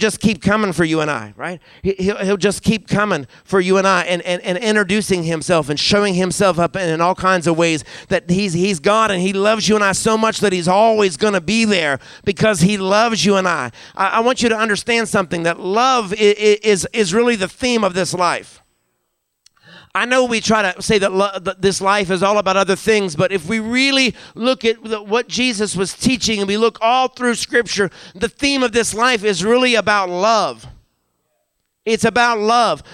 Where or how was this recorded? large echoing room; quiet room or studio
large echoing room